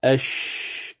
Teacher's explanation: من وسط اللسان مع ما فوقه من وسط الحنك الأعلى، أش الشين أش. · Term: حرف الشين